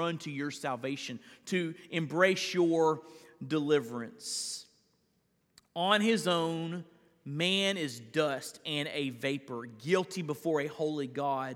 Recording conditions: large echoing room